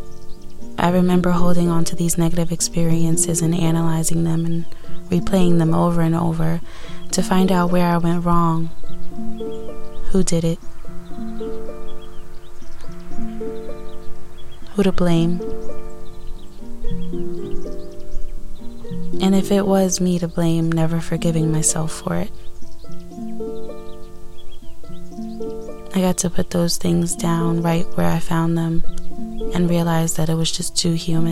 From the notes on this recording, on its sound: Today I tried to be one with nature and sit outside as I record.